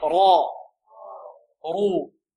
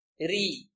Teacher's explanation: الراء إذا كانت مفتوحة أو مضمومة فإنها ماذا؟ فإنها مفخمة، وإذا كانت مكسورة فإنها ماذا؟ فإنها مرققة